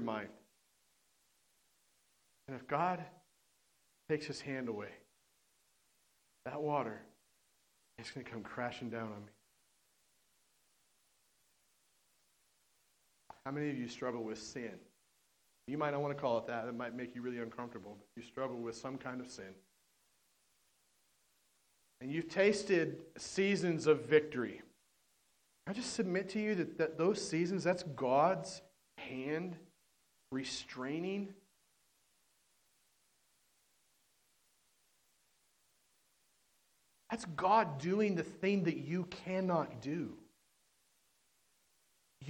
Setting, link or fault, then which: setting, large echoing room